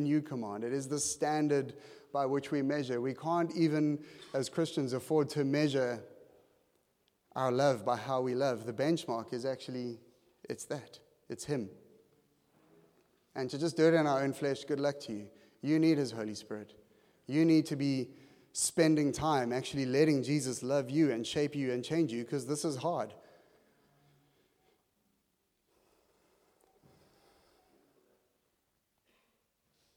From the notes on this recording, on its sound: at Joshua Generation Church Milnerton congregation